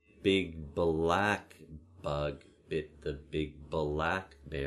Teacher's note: there's a tendency, when releasing from B into L, to insert a schwa.